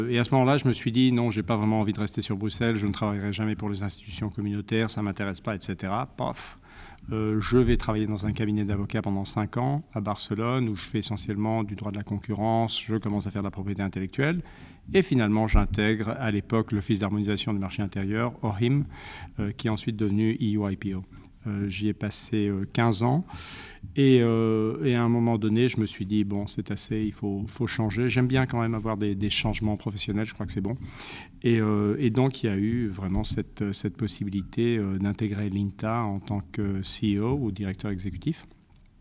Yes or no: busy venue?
yes